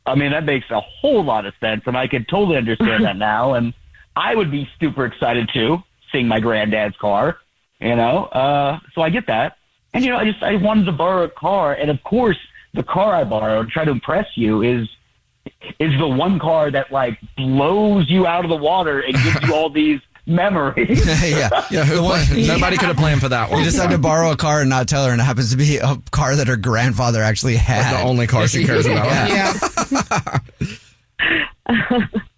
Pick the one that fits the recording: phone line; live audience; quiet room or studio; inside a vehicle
phone line